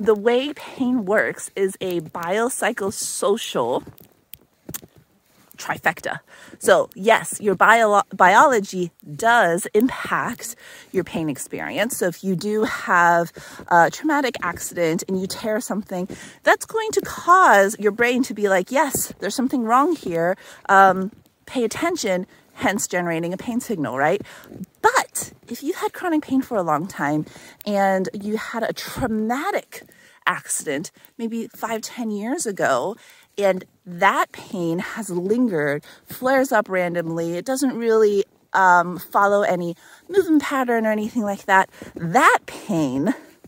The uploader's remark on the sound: In this week's walk and talk